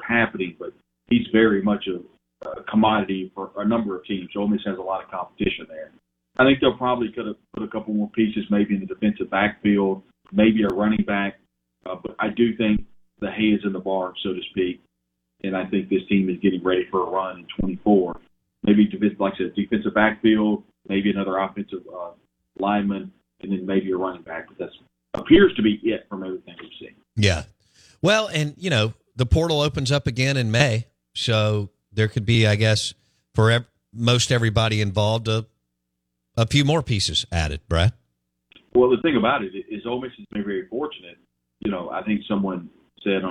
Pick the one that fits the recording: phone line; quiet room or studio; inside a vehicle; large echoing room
phone line